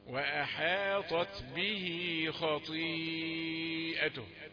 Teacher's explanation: المد المتصل اللي جاي بقى في خطيئته هو اللي عاوز مد زياد